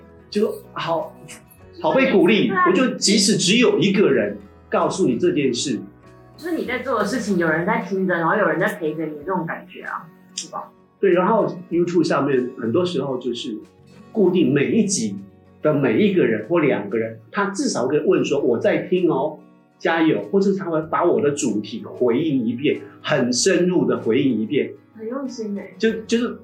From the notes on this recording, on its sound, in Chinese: 正好碰到機器調整期(為期一個月)。錄音檔案音質不甚完美。